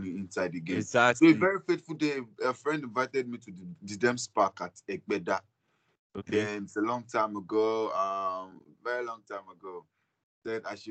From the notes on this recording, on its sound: Over skype video call.